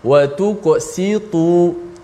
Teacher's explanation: Kalau ta yang tebal yang baris depan tu kita nipiskan dia automatik akan jadi ta.